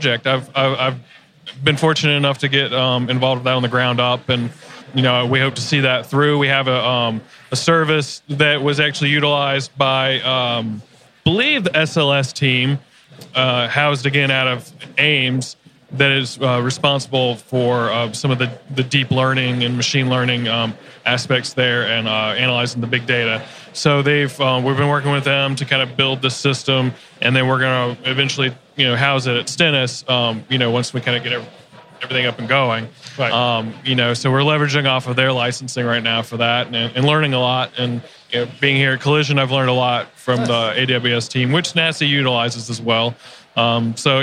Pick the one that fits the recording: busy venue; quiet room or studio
busy venue